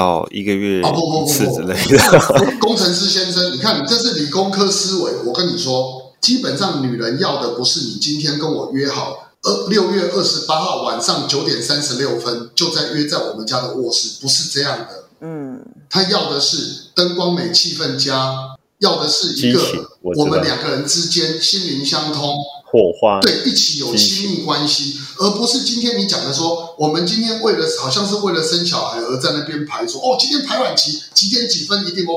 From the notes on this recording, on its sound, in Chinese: 請放下對音質的罣礙，帶著喜樂的心聽完它吧（合掌）。